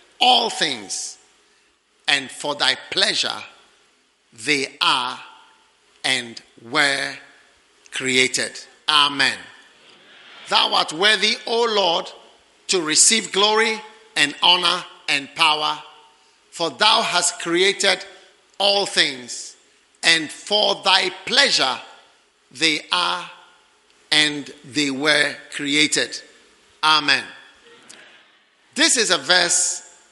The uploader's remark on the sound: Preached at the 'Take My Life' Concert, First Love Center.